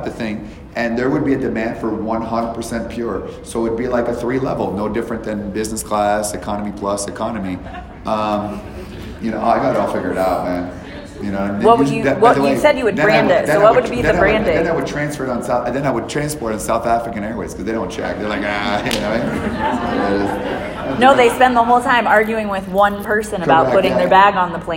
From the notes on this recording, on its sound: live from an event in Johannesburg South Africa